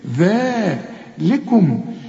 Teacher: ذلكم رقق برضو اللام وطلع لسانك في الذال